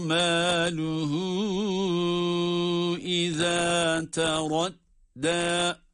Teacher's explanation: Ve ma yughni anhu maluhu iza teradda maluhu iza teradda derken burada yine meddi munfasıl oluyor. Dört elif miktarı kadar uzatılabiliyor.